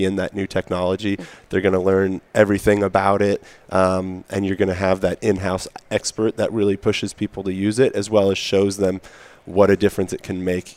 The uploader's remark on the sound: Live from AICPA Engage 2018